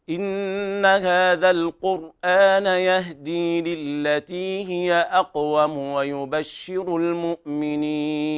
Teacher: أنا قرأتها 3 حركات في العارض السكون مثلا، على بعض العلماء يجيزها ما في إشكال.